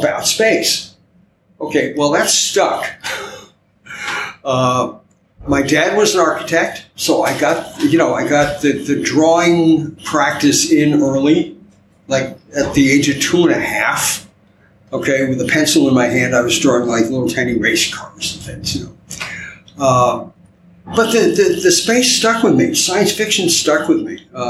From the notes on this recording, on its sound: In this episode of Primitive Culture, recorded at the Destination Star Trek convention in Birmingham, England. As part of a roundtable press panel.